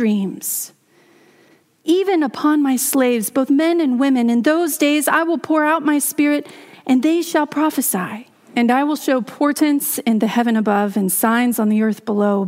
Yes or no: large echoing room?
yes